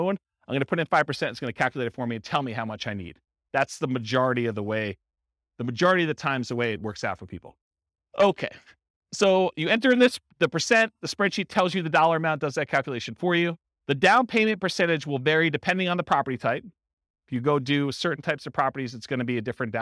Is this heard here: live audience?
yes